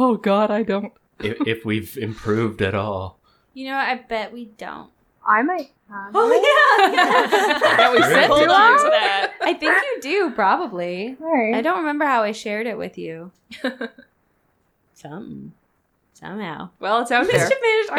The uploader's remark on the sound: We've got some audio issues, but stick with us! Our special guest is coming in loud and clear... Even if it sounds like its coming from the bottom of the lake.